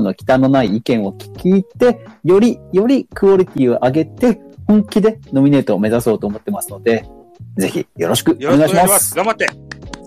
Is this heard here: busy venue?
no